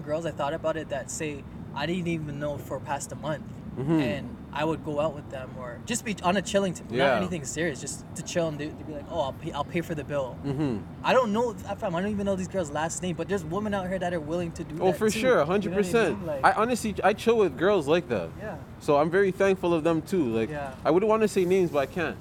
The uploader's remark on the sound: outside edition